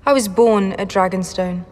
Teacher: O R é bem, bem fraco, bem mais fraco do que no inglês americano. Ouça novamente e preste atenção como o R em born quase some. · Term: received pronunciation